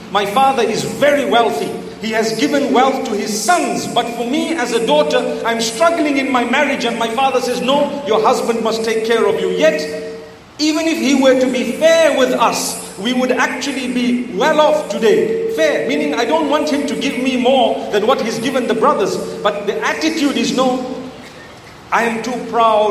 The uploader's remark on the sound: Talk delivered in Zamboanga, Philippines at the ilm Voyage Convention entitled Khairul Quroon.